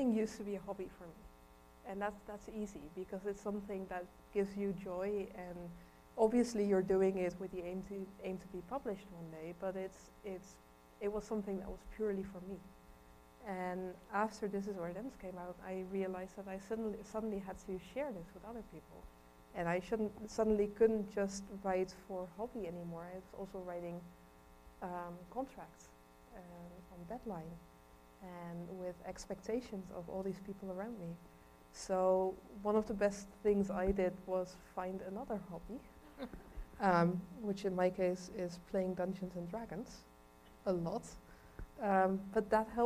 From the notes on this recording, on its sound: We sat down for a live event at our home library, Cuyahoga County. Answers audience questions.